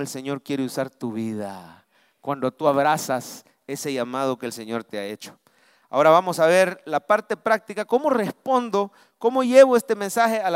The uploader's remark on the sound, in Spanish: Mensaje predicado en vivo desde el Centro Familiar de Adoración CEFADCHURCH. San Salvador.